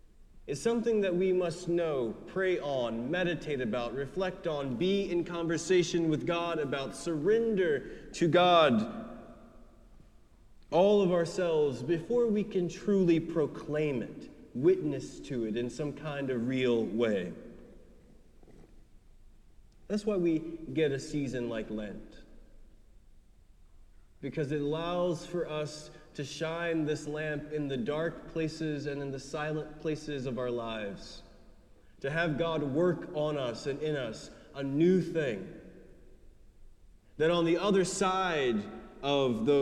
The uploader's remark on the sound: preached at our celebration of the Holy Eucharist